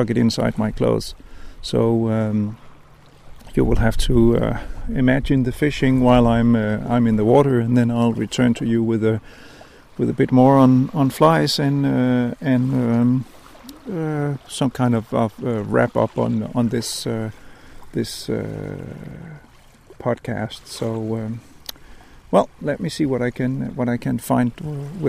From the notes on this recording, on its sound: As usual recorded by the water, but with very little fishing and no catching.